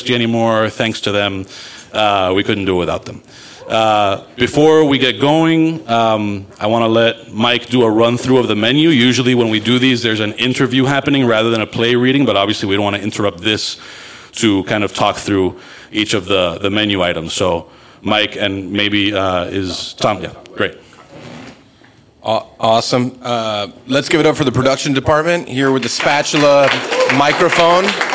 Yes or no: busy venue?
yes